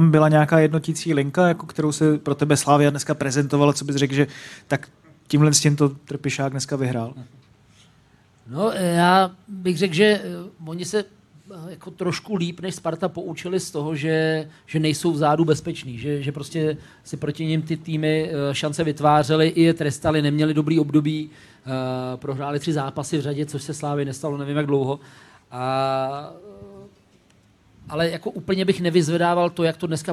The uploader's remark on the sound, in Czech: První živé Studio iSport.cz před publikem ve Vinohradském pivovaru